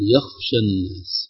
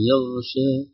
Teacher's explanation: نحذر من جريان الصوت في جريان النفس في مخرج الغين حتى لا تشتبه بالخاء · Shown in: second take